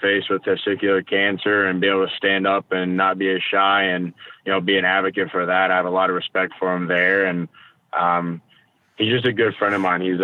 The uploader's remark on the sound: call in!